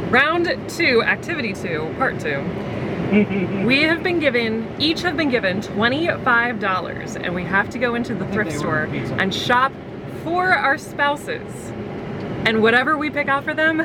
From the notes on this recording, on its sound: recording while skydiving!